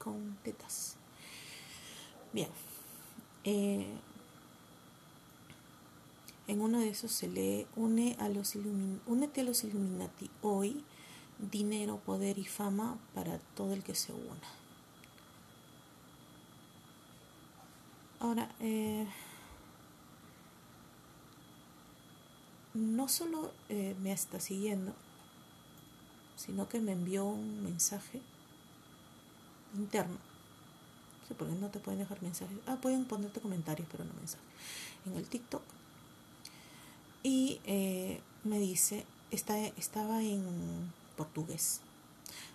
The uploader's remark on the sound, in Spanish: Disculpen el audio bajito. Estoy grabando de madrugada . No quiero que me caiga un zapatazo.